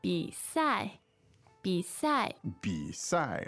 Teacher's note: Tones there are third and fourth.